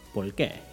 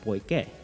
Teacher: In the northern part, however, the R sounds like an I · Shown in: second take · which makes por qué sound like por qué.